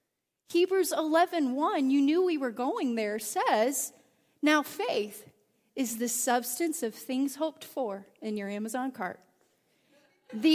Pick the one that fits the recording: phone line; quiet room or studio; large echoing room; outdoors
large echoing room